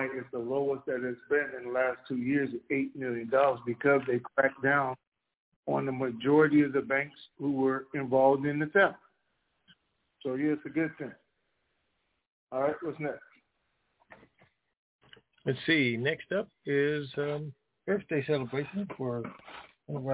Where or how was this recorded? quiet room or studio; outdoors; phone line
phone line